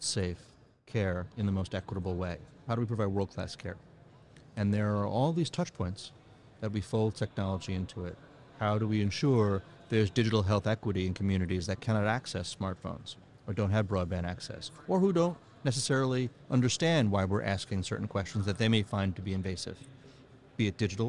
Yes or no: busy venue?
yes